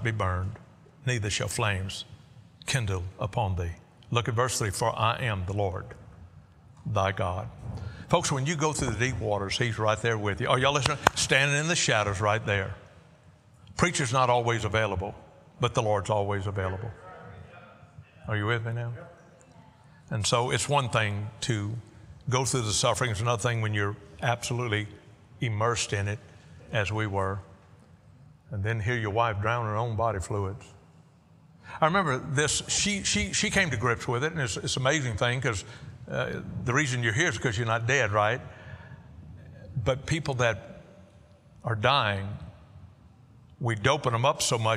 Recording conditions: large echoing room